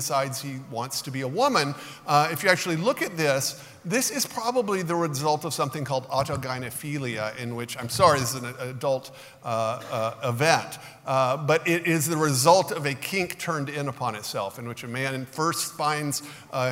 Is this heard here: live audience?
yes